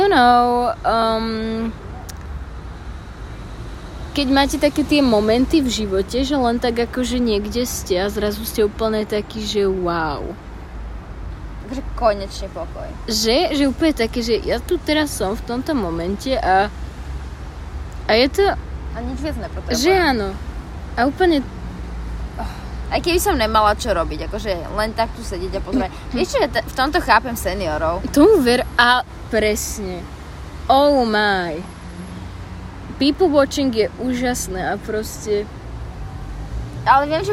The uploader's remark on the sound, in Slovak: opäť nahrávaná vonku, takže sa ospravedlňujeme sa zvuky naokolo